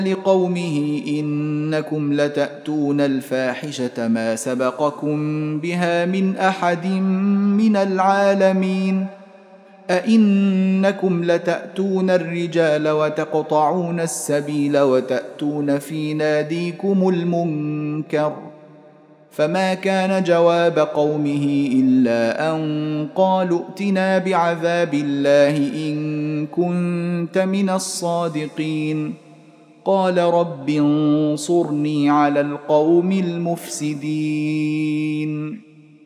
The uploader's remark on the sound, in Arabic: مسجل من صلاة التراويح بمسجد السلام بحي مشرفة بجدة.